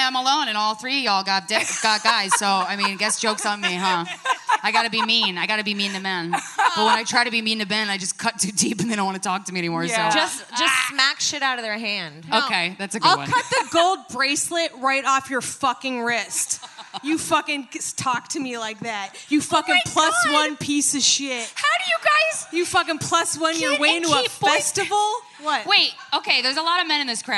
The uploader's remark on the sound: live from Skankfest South in Houston, Texas.